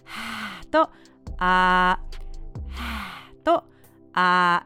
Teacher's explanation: この「あ」の時は声帯がギュッと閉じています